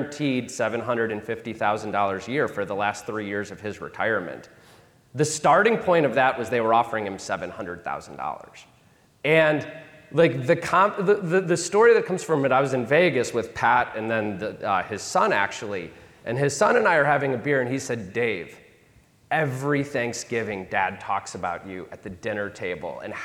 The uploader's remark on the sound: Coming to you from the 2023 Mastermind Collegium in Cleveland. Talks with the top four advisors on the C2P leaderboard in this panel.